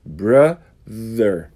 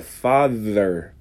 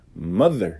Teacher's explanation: É esse pseudo som de D, só que com a vibração, com a língua entre os dentes. · Term: vozeado